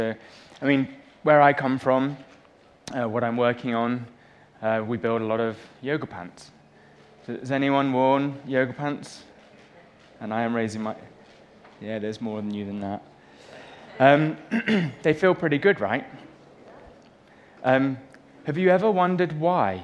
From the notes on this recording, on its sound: on stage at #BoFVOICES